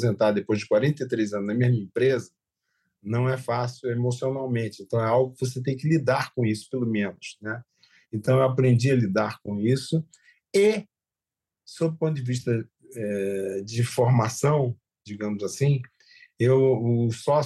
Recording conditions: video call